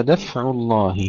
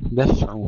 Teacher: سكون الفاء أيضا بدون قلقلة مع الهمس